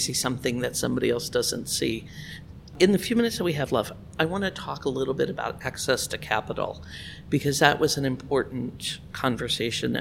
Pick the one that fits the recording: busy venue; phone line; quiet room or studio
busy venue